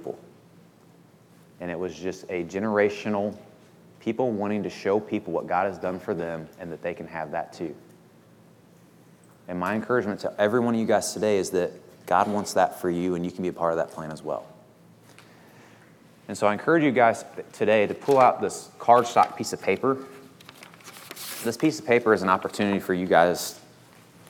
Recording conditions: large echoing room